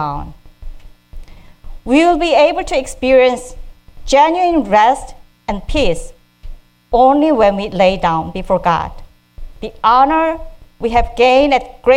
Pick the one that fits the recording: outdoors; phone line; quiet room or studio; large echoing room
large echoing room